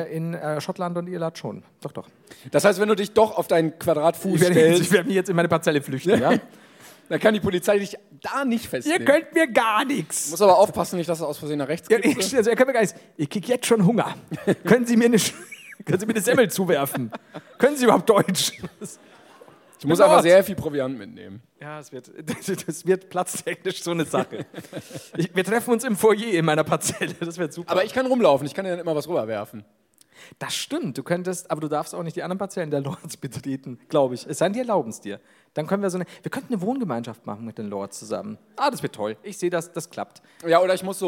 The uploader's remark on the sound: LIVE in Duisburg.